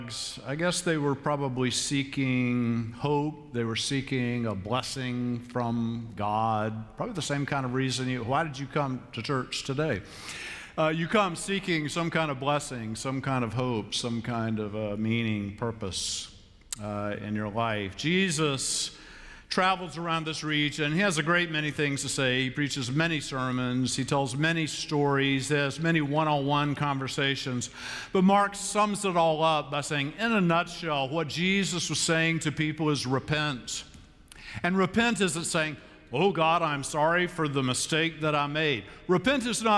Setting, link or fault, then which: setting, large echoing room